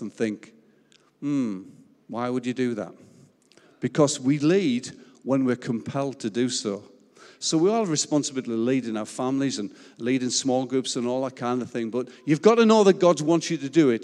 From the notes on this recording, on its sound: Recorded live at Life Church Lancashire